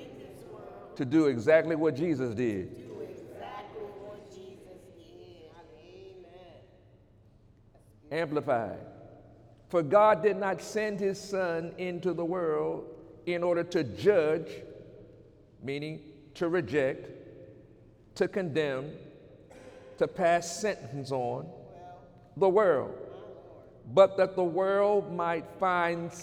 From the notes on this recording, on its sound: During Sunday morning service on March 10, 2019